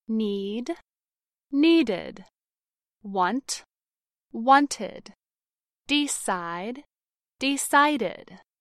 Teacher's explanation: Finally, if the regular verb ends in either a t sound or a d sound, pronounce the ed ending as id, which creates a separate syllable at the end of the verb